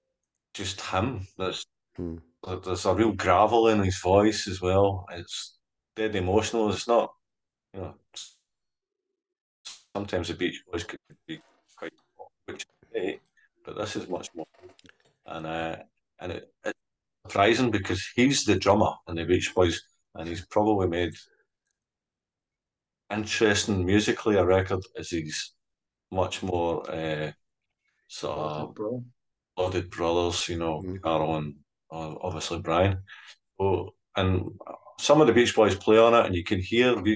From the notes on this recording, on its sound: thankfully, his video connection just about held out until 10 seconds before we stopped recording.